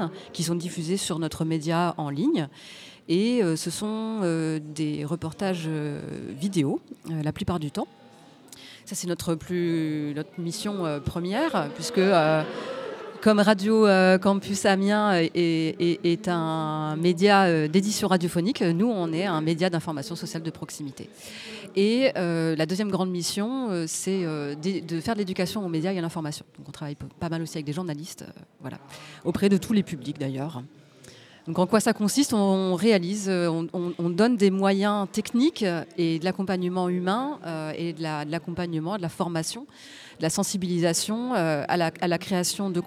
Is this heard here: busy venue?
yes